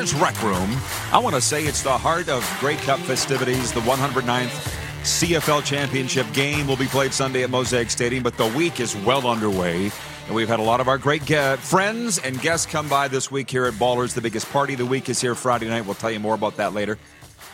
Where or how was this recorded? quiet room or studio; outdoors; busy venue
busy venue